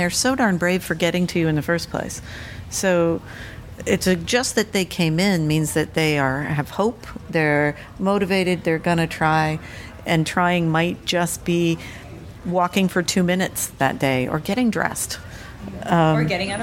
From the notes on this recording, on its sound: LIVE from the Combined Sections Meeting in New Orleans, Lousiana